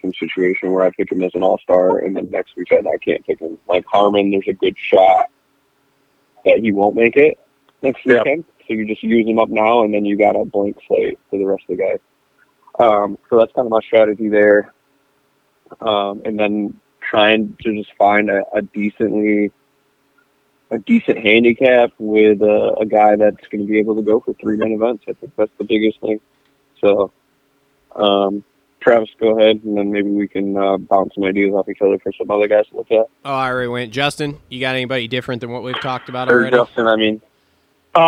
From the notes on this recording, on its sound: get on the phone